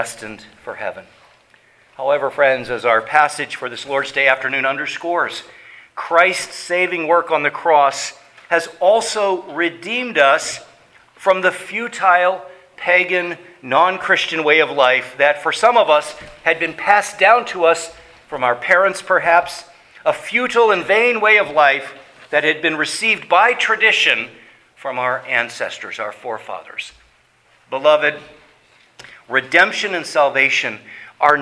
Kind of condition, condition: setting, large echoing room